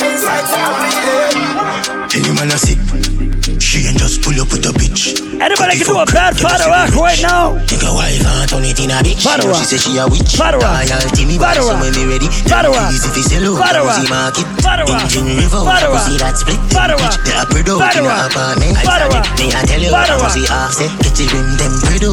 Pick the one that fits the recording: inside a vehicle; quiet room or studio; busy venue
busy venue